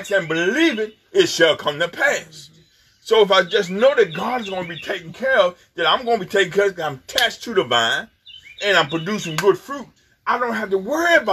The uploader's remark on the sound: FTNFCOG Outside Service May 24, 2020